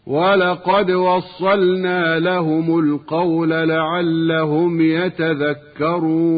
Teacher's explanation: الحرص على إثبات السكون في اللام الساكنة قبل النون